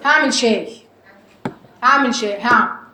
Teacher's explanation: حرف العين دايما مهمل عند المصريين، تقولك هعمل شاي هعمل شاي هعمل، مفيش عين اصلا، ما بتجيبهاش من جوه، العين اصلا بتخرج من وسط الحلق، تقول لك هعمل شاي.